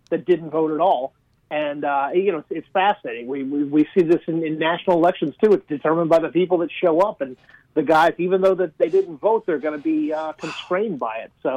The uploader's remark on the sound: The guys are joined on the phone